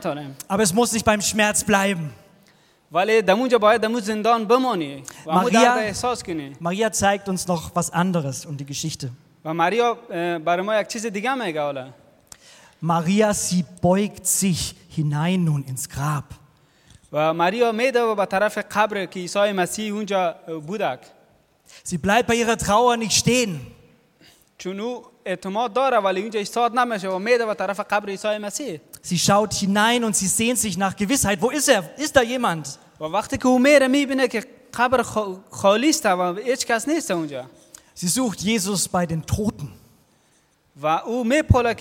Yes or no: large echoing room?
yes